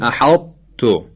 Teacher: طا قلقلش ظاهر نمیشه، ادغام میشه، حتی ادغام ناقص، یه تهرنگی از طا باقی میمونه